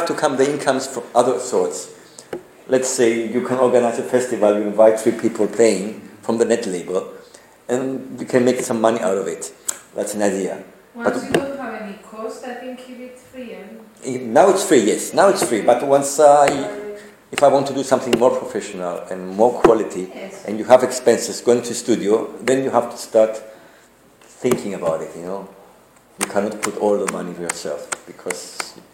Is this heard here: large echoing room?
yes